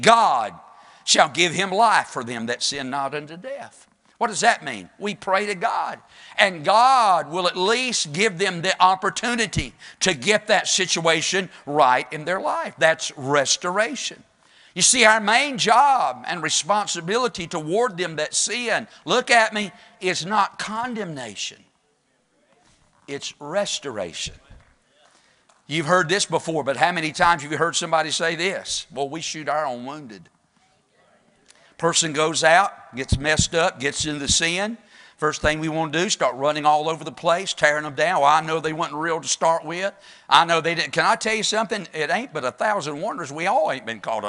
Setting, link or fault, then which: setting, large echoing room